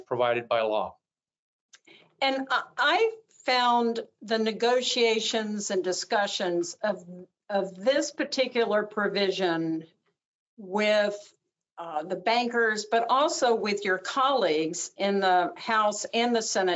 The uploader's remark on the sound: we push the audio from this webinar out on our podcast